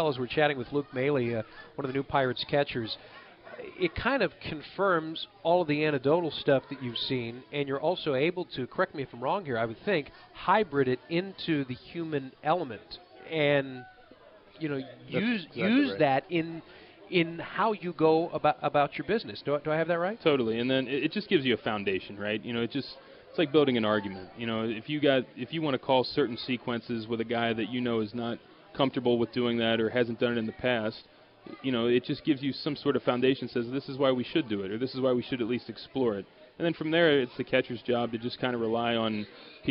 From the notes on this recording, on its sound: LIVE from PiratesFest at PNC Park